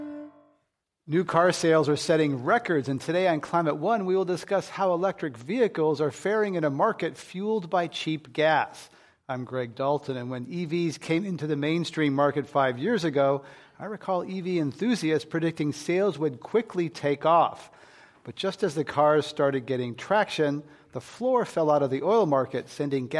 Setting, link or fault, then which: setting, live audience